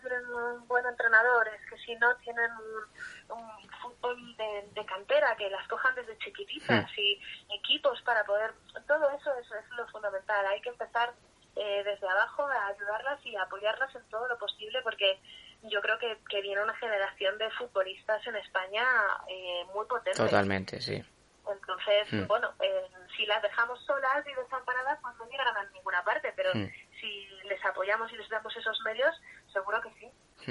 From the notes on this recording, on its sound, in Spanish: En TriYournal hemos podido tener una más que interesante conversación telefónica con ella.